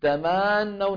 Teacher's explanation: أخذت زمن أكثر من زمنها قد يوصلها إلى أن تكون واوا. تمنون الفتحة تبع تما الميم زادت حتى كادت أن تكون ألفا · Term: التمطيط